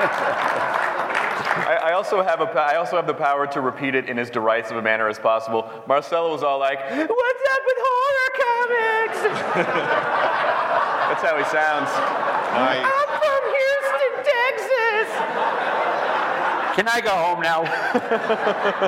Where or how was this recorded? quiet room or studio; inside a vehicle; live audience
live audience